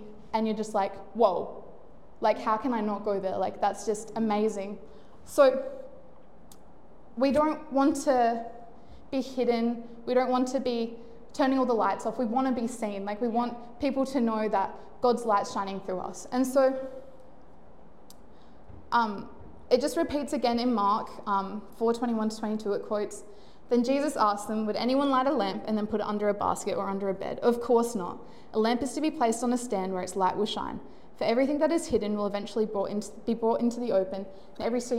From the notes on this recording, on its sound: Recorded live at One Heart Church (Port Lincoln) on the 11th of Feburary, 2024.